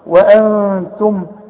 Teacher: برضو اتهجت لنا وقبلها النون ساكنه، نون ساكنة وبعدها التاء من حروف الإخفاء، هغن واخفي، والغنة بمقدار حركتين لا تزيد ولا تنقص